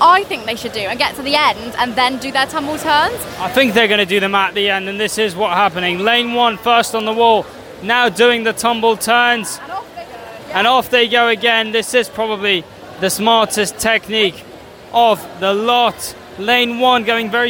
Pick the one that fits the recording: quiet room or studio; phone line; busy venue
busy venue